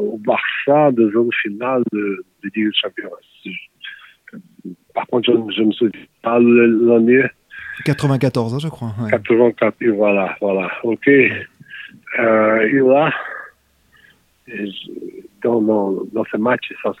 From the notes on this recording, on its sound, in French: Il nous a répondu par téléphone depuis son pays.